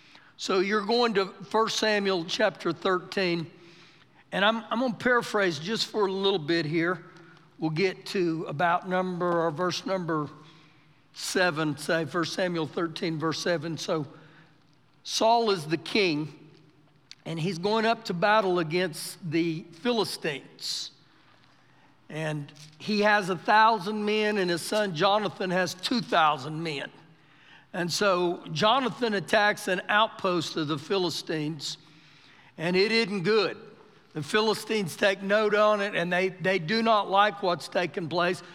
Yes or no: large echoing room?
yes